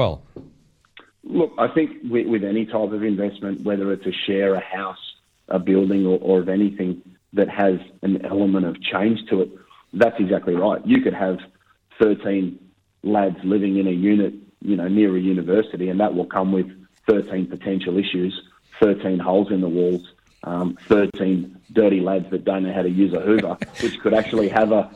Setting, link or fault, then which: link, phone line